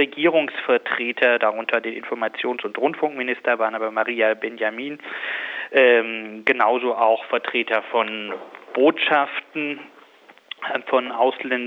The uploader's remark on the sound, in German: Am Telefon bei Corax ist nun der Geschäftsführer der deutschen Sektion von ROG.